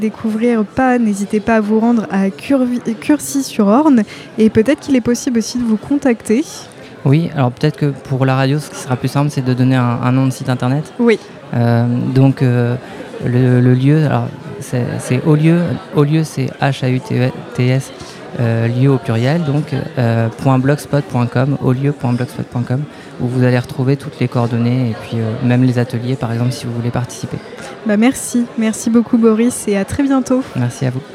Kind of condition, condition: setting, busy venue